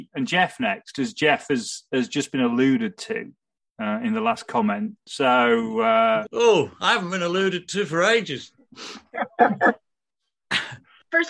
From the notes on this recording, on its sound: Q&A LIVE. I then decided it would be a bit of a laugh if we did it all (kind of) live and got selected questioners to drop by and put them to me in person. The result was a very informal Friday night Zoom hook-up.